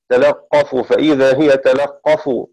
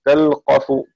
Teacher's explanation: قرأ شعبة بفتح اللام وتشديد القاف · Shown in: first take